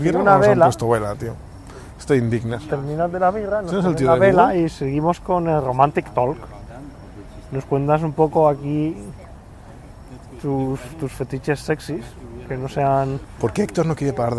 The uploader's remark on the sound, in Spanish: Desde el Starbucks